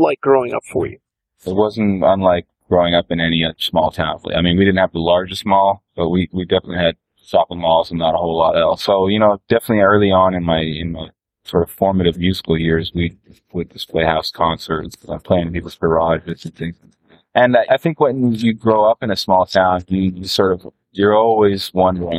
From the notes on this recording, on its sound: They couldn’t quite find the right place and so they ended up walking down the street and sitting down on some steps right near the street. The original recording which went out over the radio was kind of noisy. We’ve cleaned up that recording.